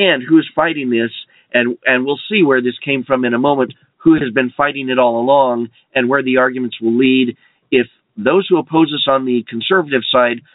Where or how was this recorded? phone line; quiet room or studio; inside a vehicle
phone line